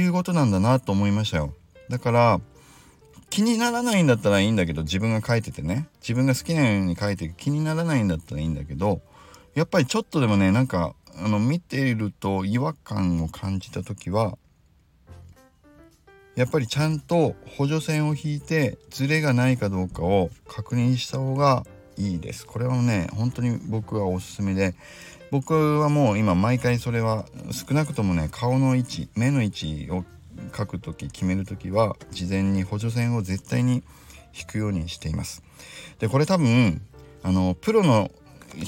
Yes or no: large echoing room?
no